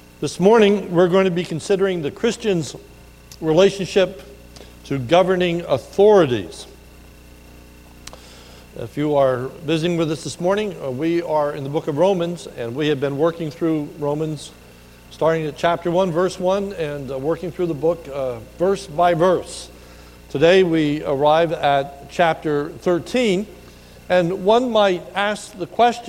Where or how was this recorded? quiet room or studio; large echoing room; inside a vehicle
large echoing room